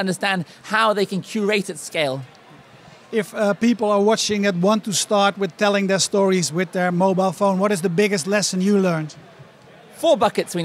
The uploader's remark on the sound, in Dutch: Het interview werd gehouden tijdens de Dutch Media Week als onderdeel van Mobile Movie Days, meer specifiek de MOJO Conference.